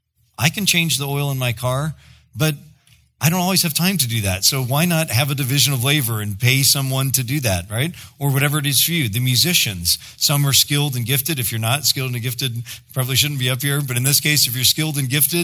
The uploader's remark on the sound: preached in October 2016 at Sojourn East